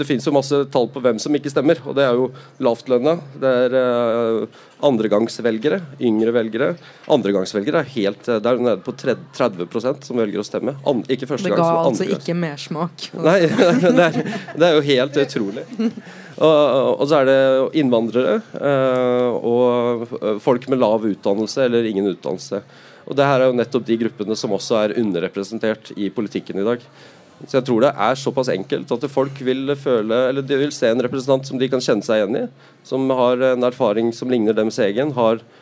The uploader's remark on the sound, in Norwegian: Innspilt live i biblioteket på Tøyengata Bodega.